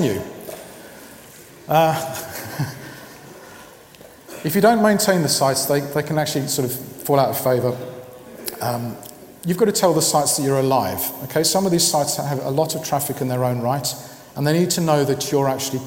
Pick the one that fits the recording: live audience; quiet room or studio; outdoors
live audience